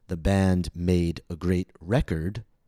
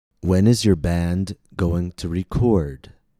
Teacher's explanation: My pitch goes up and my vowel is longer on re, the first syllable. However, if I use the same word, same spelling, as a verb, then the stress changes.